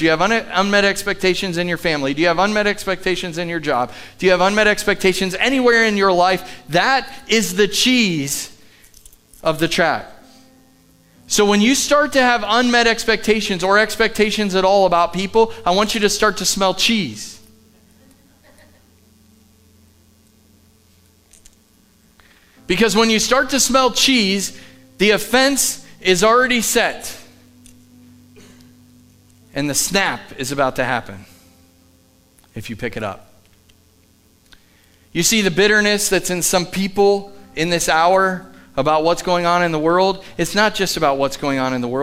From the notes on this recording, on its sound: Live from The Summit Church in Dover, OH